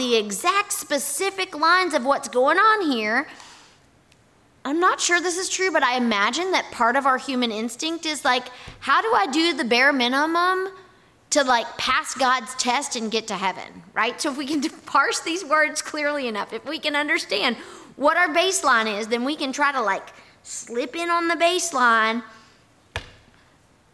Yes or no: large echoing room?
yes